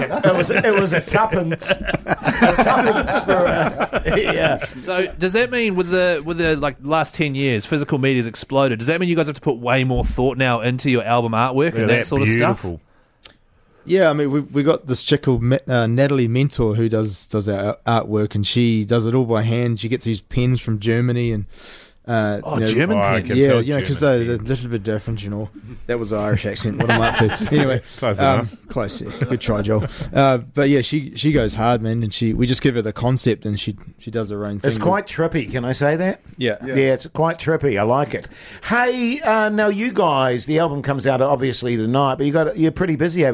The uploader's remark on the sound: The band called.